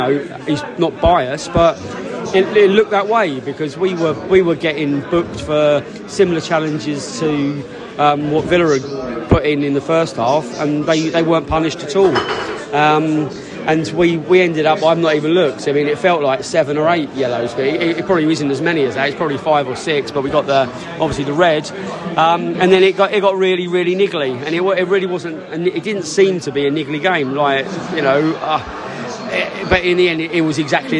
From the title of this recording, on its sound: post-match podcast from the stands